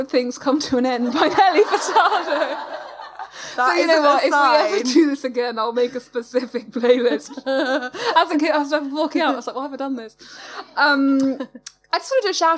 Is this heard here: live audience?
yes